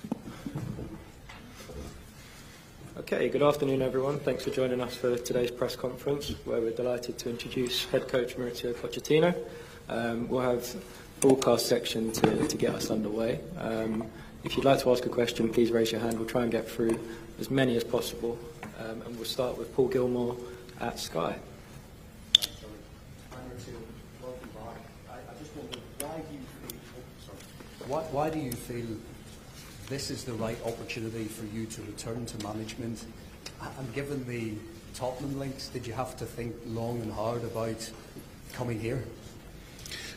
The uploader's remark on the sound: Press Conference